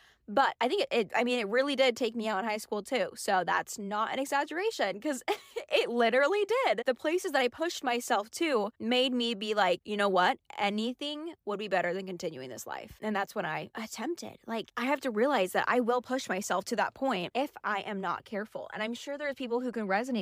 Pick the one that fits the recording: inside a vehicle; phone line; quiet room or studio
inside a vehicle